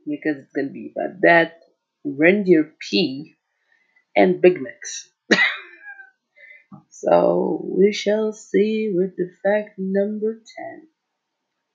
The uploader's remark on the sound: Sorry the crappy audio. Even though i'm still without a phone i have to deliver content.